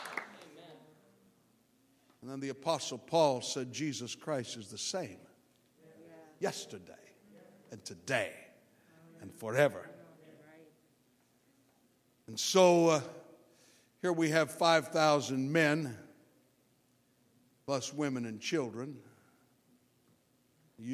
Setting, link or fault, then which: setting, large echoing room